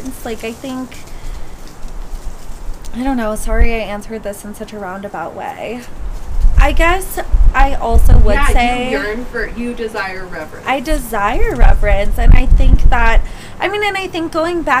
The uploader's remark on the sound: it's a bit windy & we're occasionally sniffling & cars & planes & horns make appearances—sorry for the annoying noises